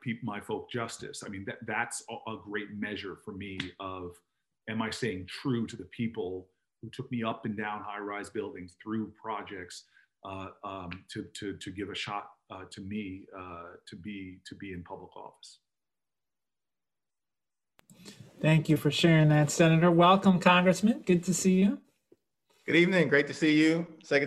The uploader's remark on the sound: Originally recorded as part of a virtual event for LEE’s SparkLeadership initiative.